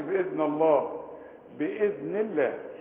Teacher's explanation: ومدام النون بتاعت فبإذنيني مكسورة تبقى اللمات ترقق بتاعت اسم الجلال